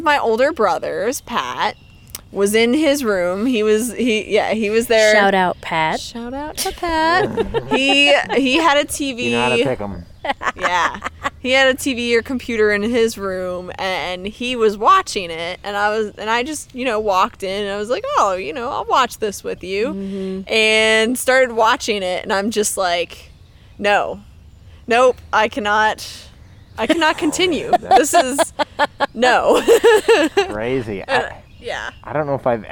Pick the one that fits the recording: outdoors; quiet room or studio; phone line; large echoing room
outdoors